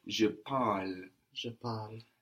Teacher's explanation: you kind of half hear the E here, because it's quite hard to finish on an L, so it's je parle.